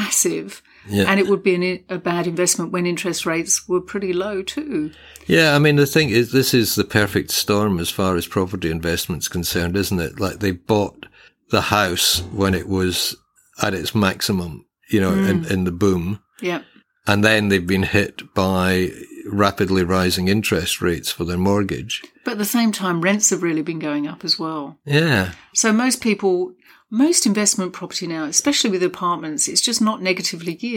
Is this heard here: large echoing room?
no